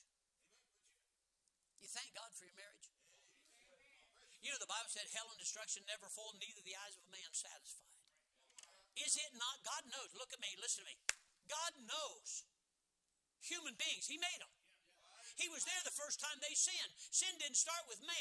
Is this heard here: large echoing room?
yes